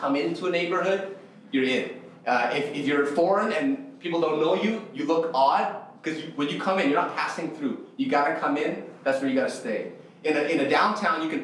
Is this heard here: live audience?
yes